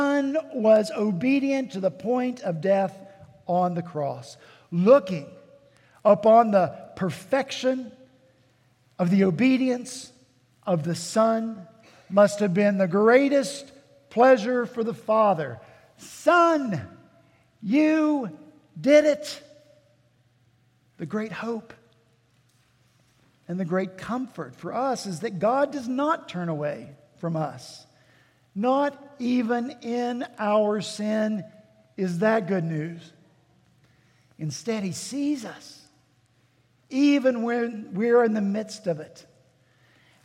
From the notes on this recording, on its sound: At Redeemer Presbyterian Church in Charleston, SC